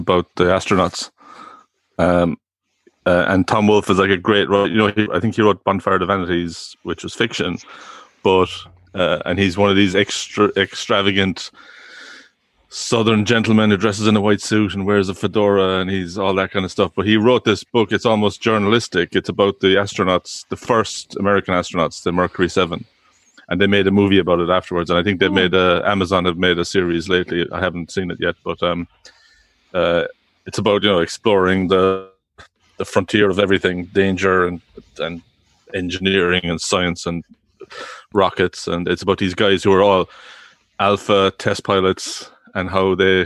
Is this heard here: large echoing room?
no